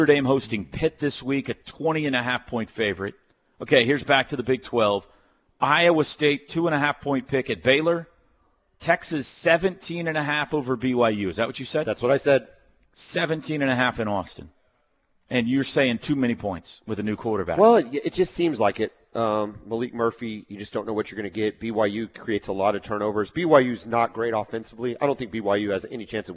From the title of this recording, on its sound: LIVE FROM BROWN OHAVER